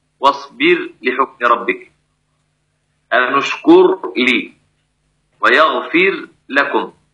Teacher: وكذلك أظهر الراء الساكنة مع اللام قولا واحدا